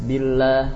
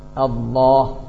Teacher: Ketika ada laf al-jalalah yang sebelumnya dilalui oleh kasrah dibaca tipis billah. Kalau sebelumnya dhammah atau fath dibaca tebal Allah.